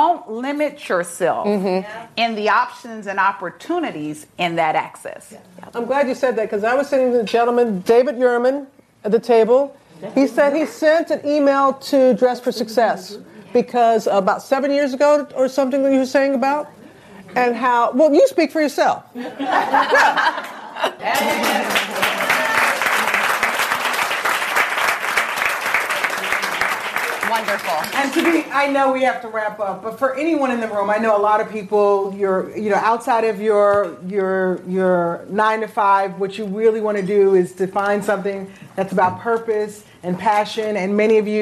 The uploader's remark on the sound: No Limits brings you our first episode recorded in front of a live audience in Manhattan, New York at the Overarching Success Power Lunch.